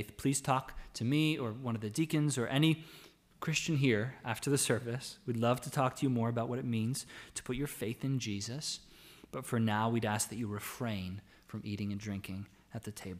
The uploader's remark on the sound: The audio from our Lord's Day service on October 4, 2020. It was our joy to be able to gather to worship in song and prayer.